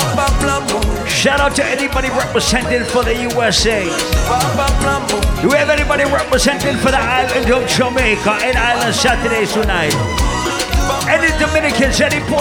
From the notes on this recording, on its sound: live audio recording of my set at island saturdays on sept 16th